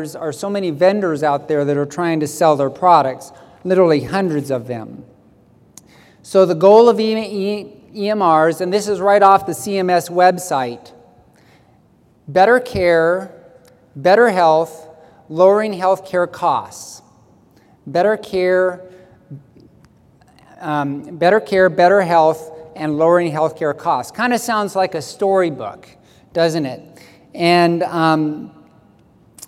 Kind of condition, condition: setting, large echoing room